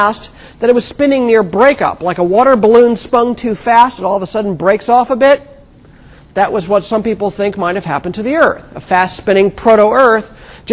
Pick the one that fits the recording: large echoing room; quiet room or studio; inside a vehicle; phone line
large echoing room